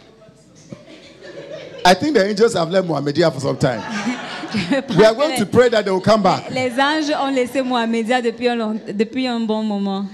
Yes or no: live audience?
yes